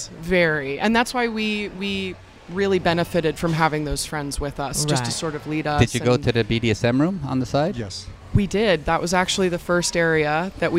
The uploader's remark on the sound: on location at Hedonism II Resort in Jamaica